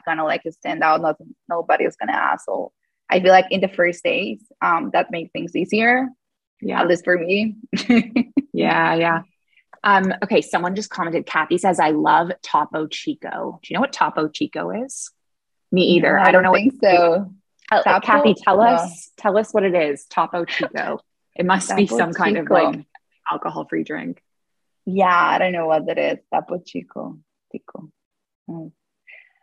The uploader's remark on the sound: In this live call